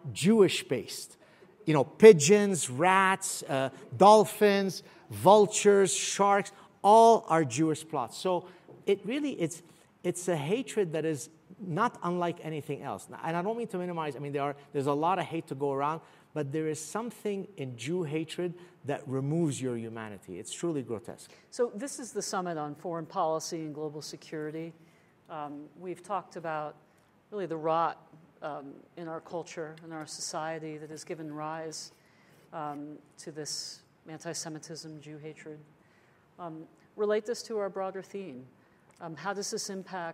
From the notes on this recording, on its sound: I delivered this talk at the Steamboat Institute's Summit on Foreign Policy and Global Security